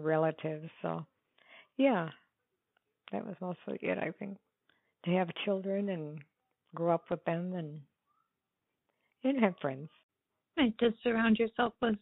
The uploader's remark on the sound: over the phone